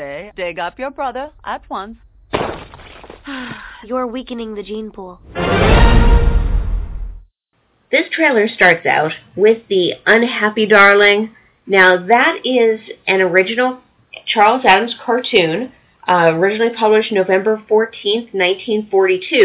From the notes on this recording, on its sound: We had some audio issues this episode of the podcast.